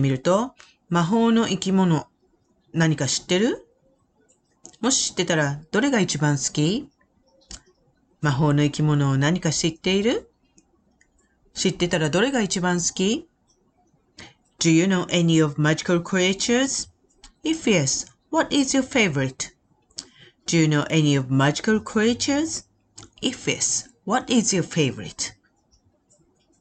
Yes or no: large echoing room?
no